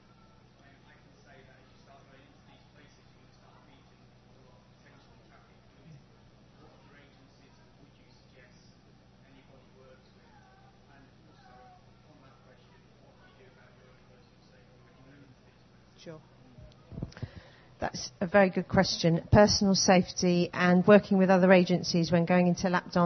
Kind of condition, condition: setting, live audience